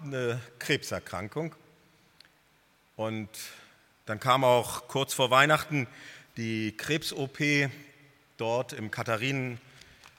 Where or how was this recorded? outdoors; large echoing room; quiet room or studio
large echoing room